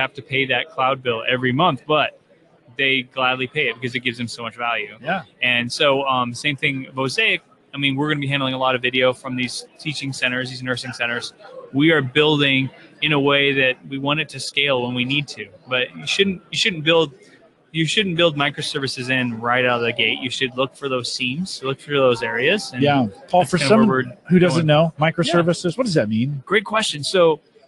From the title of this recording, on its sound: Live from Infotec 2016